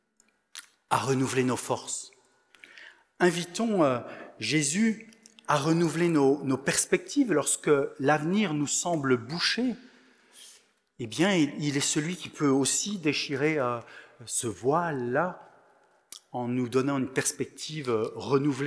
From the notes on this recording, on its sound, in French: Enregistré à l'église CVV, le 20/11/2022